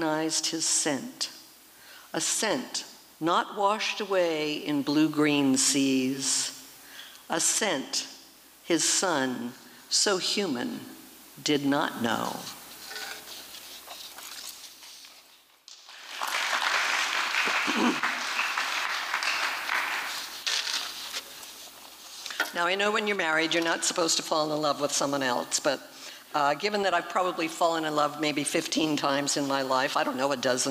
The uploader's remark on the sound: performance was recorded at the Liberty Theatre on Saturday, February 25th, 2023